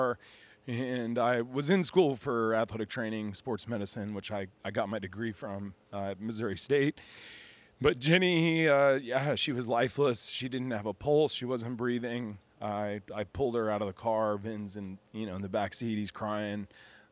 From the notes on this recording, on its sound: Recorded at Proximal Strength, a CrossFit gym in Springfield, MO.